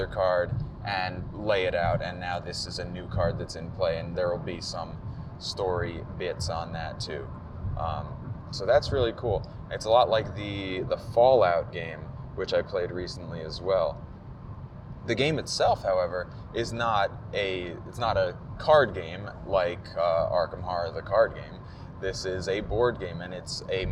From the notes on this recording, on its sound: PAX Unplugged 2018. Yes, while driving (to explain the road noise).